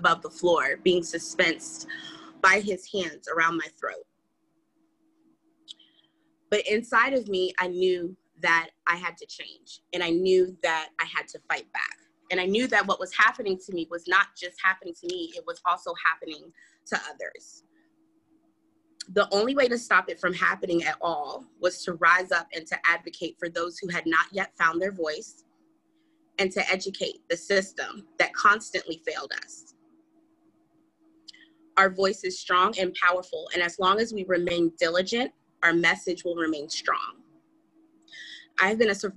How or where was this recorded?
video call